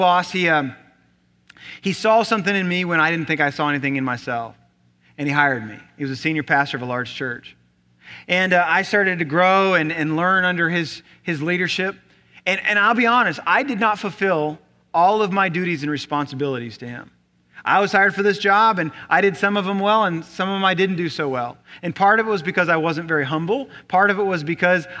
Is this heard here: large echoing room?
yes